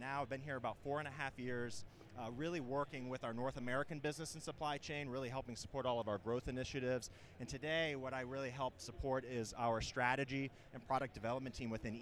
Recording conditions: busy venue